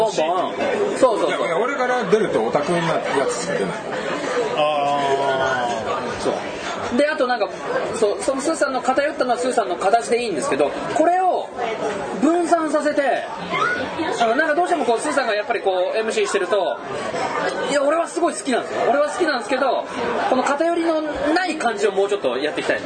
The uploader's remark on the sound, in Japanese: 前回に引き続き居酒屋収録です。